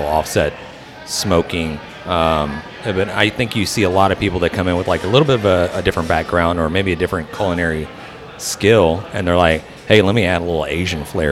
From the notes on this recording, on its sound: on location at Hurtado Barbecue